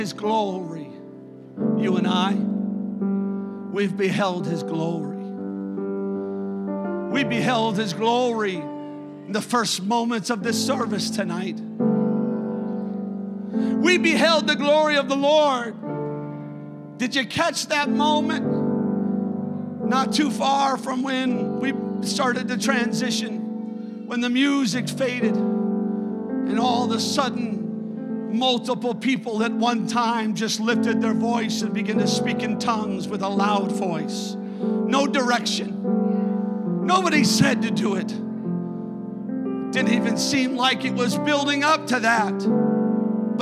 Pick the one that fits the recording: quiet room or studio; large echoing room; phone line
large echoing room